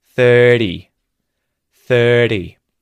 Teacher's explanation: 30, 30, the R isn't pronounced. The T becomes a T flap with vowels either side of it.